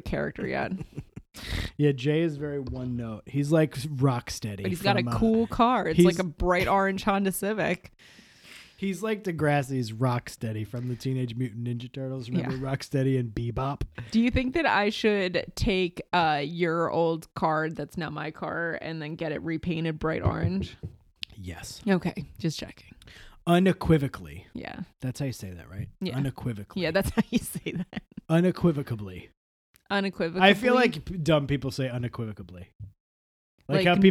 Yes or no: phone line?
no